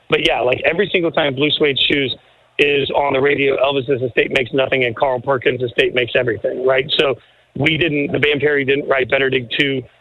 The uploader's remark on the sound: live from the Super Bowl Site 2024